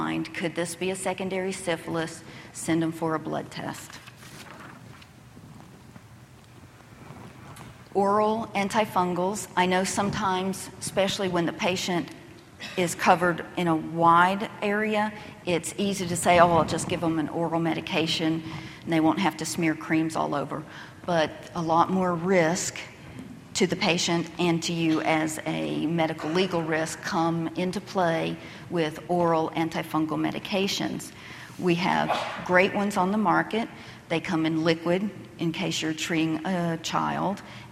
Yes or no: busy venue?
yes